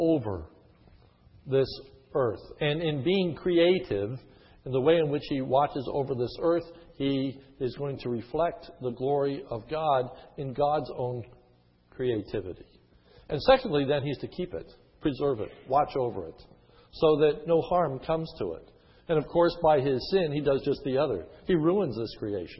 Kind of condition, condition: setting, large echoing room